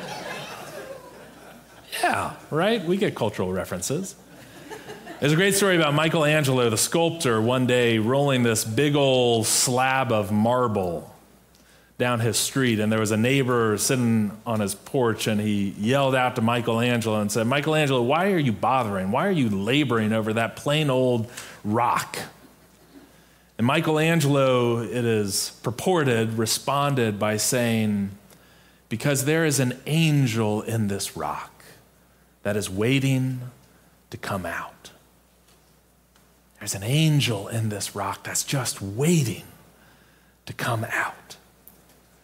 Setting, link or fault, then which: setting, large echoing room